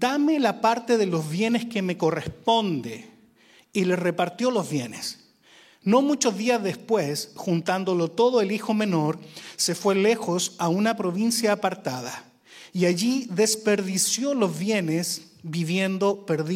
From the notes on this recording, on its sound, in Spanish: Predicaciones grabadas EN VIVO en la Iglesia Visión Mundial Para la Familia, Disciples Of Christ, Christian Church, en la ciudad de Arlington, Texas, USA